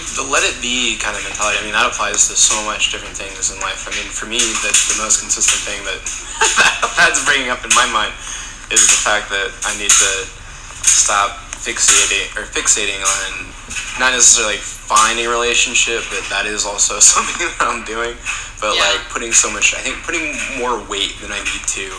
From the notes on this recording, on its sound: I do apologize for the background noise.